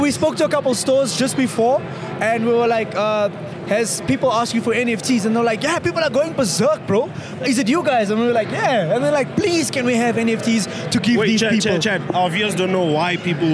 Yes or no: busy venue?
yes